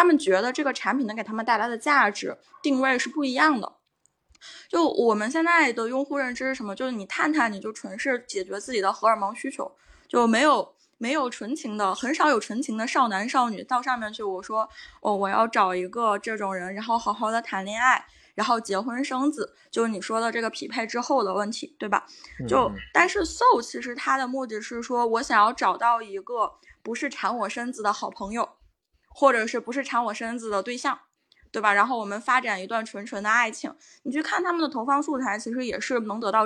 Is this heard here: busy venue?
no